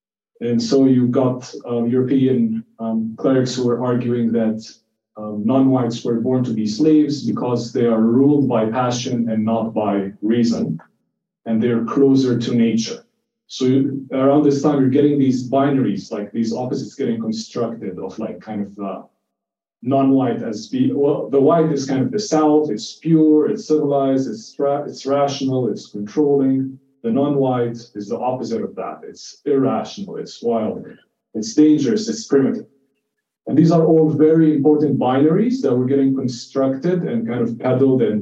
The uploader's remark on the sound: This talk is the first in a three part lecture series given to third-year psychiatry residents at the University of New Mexico